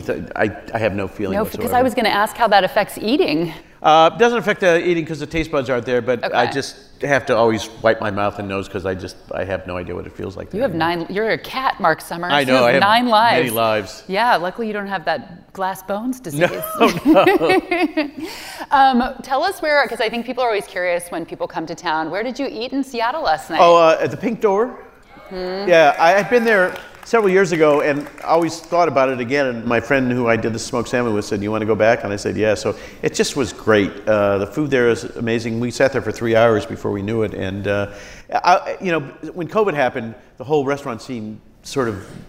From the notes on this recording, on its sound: on stage at Seattle's Crosscut Ideas Festival